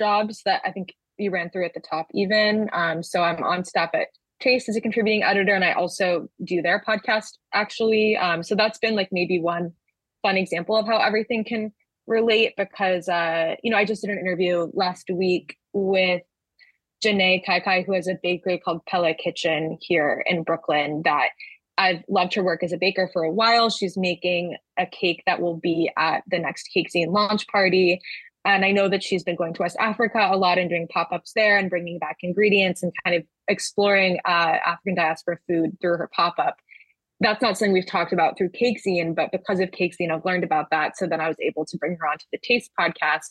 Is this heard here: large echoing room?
no